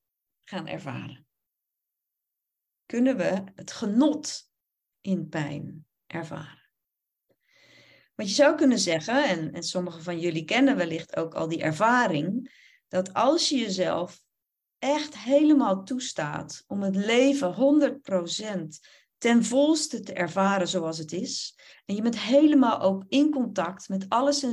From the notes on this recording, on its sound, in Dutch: Opname van een webinar. Deze aflevering is een opname van het webinar. Je hoort enkele ervaringen van deelnemers.